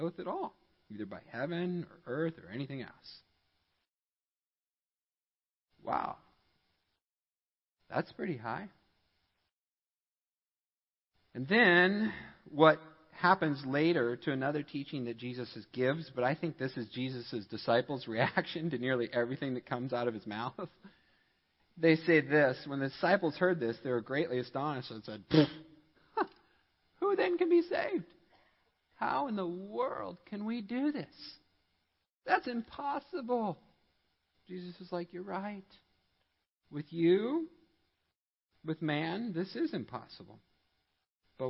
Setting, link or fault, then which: setting, large echoing room